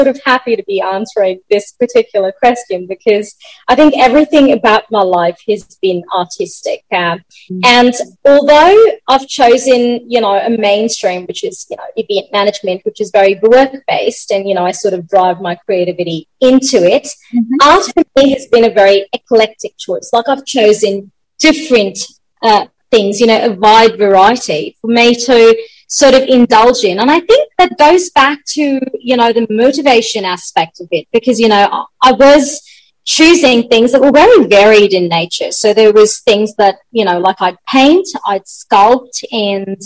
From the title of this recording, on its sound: Virtually Recorded